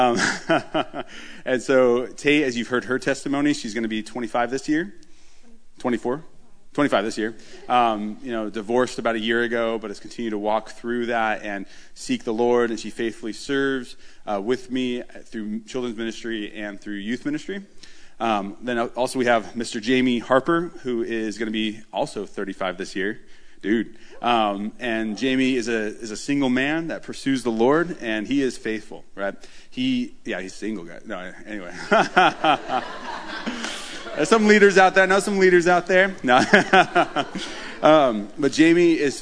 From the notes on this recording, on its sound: This recording is of our Question and Answer panel we had at the camp with several pastors and leaders from the different churches.